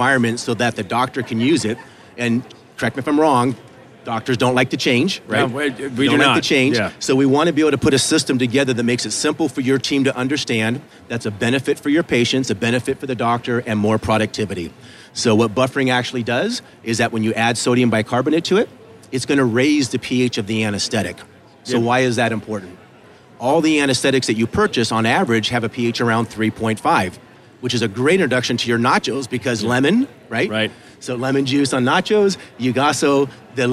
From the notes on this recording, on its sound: Live from the Benco booth at the GNYDM 2019